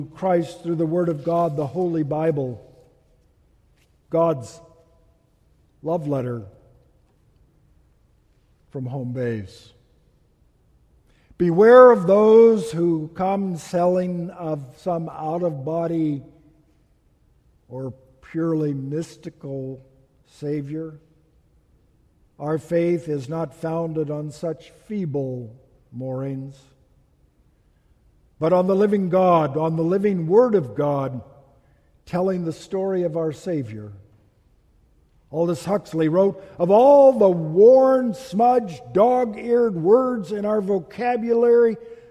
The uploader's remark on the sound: Message delivered during the Tradional Worship service.